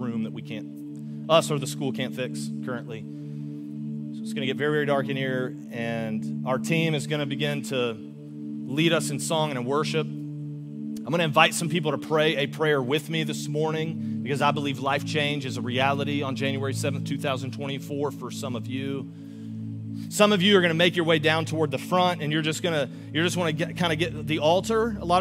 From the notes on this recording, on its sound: Augustine, Florida. Recorded live on January 07, 2024 at Church On The Rock.